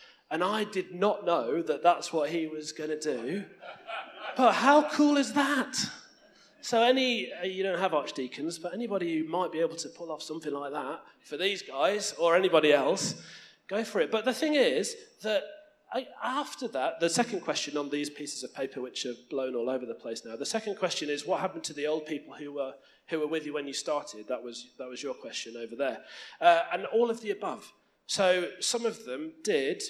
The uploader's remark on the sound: Part one of two recorded during the 33rd Queensland Synod in October 2017.